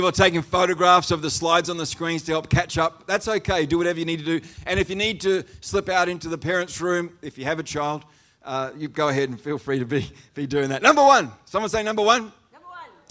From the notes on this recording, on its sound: The live stream of Destiny Church Atherton.